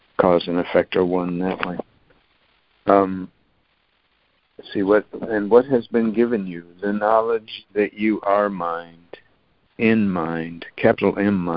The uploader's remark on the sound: ACIM Daily Conference Call.